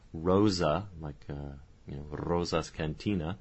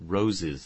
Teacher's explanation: Something like Rosa, Rosa's Cantina, compared to roses, the flowers, they'll have distinct schwa in that last syllable and roses with a kit vowel